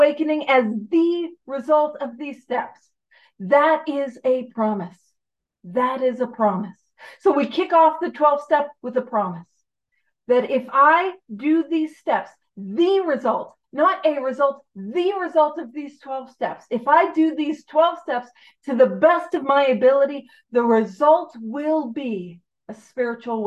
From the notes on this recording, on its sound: On the Zoom platform 12/10/2023. Gives a talk on Step 12 on the Zoom platform.